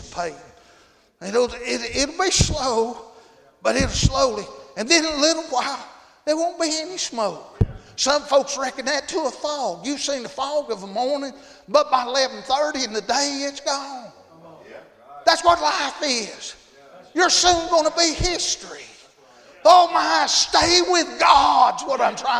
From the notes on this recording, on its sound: Tuesday Evening service at Calvary Baptist